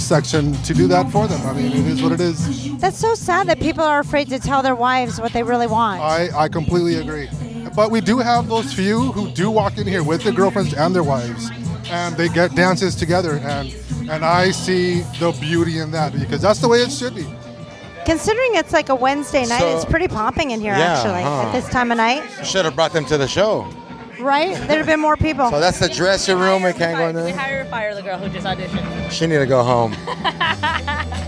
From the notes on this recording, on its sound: At his day job, a strip club in Orange County where he DJ's. Inside this "classy" strip club. Then we visit with some lovely ladies in the strippers' dressing room.